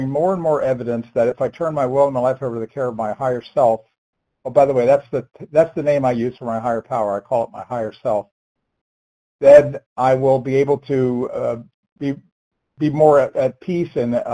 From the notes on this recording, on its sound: 100 Pounders Phone Meeting